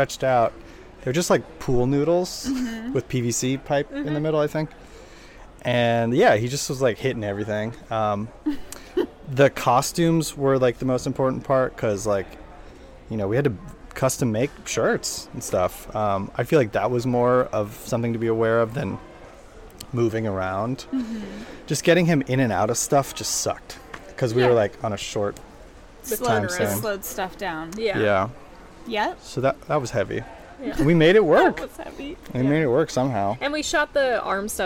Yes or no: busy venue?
yes